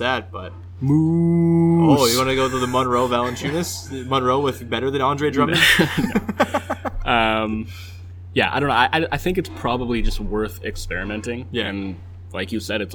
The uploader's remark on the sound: Live from Raptors/Pelicans. Deep in the bowels of Scotiabank Arena.